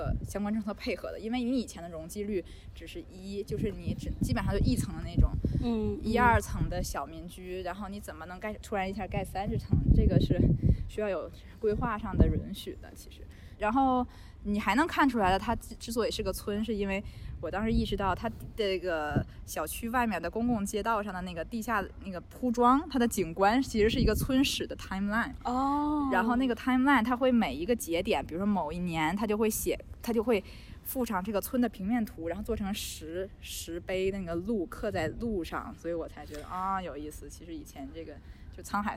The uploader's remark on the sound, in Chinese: 走访了一圈深圳的城中村。我们主要选取了 南头古城 与 大芬油画村 作为两个历史与发展命运截然不同的案例。为了记录不同城中村中丰富的声音体验，本次首次采用了 现场录音。